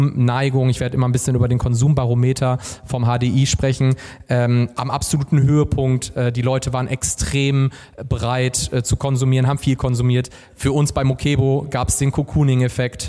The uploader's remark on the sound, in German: Diese Folge des K5 Commerce Cast wurde live auf dem K5 MEETup in Köln aufgenommen.